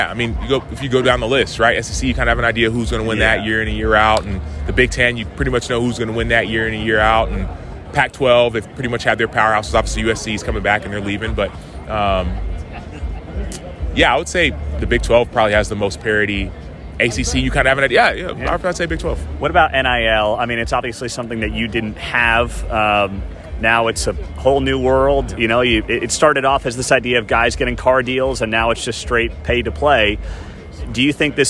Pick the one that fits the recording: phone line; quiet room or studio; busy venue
busy venue